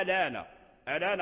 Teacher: ورش نقل حركة الهمزة إلى الساكن قبلها